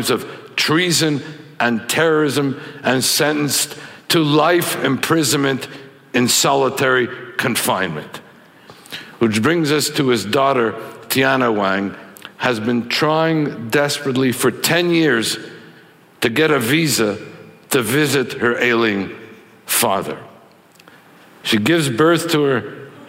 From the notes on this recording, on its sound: speaks at ideacity's 20th anniversary conference